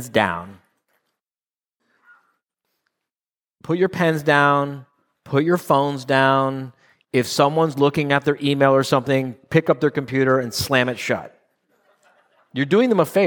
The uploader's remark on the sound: 2022 live quarterly meeting in Phoenix